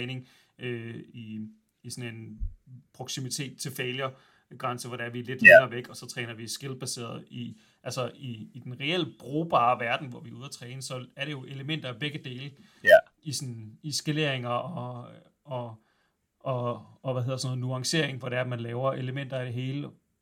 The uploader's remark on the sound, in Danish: Endnu engang døjer vi lidt med lyden, men vi arbejder på sagen.